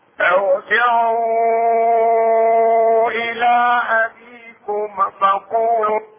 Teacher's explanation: هنا تفخم الراء لأنها جاءت بعد كسر عارض